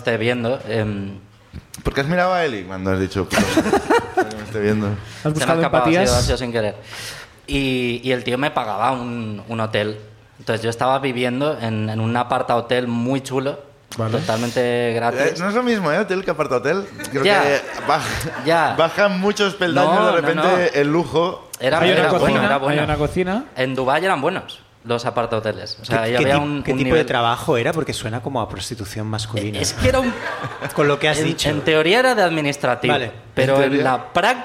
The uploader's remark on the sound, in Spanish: Vuelven a Barcelona. El público también nos cuenta sus ruinas.